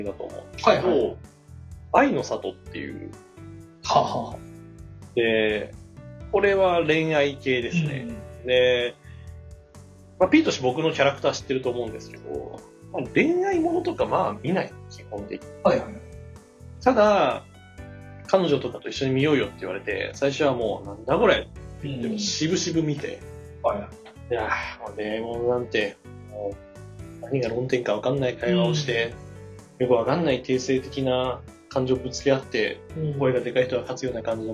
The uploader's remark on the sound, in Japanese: 機材の調子が悪く、いつもより音質が悪くなっております。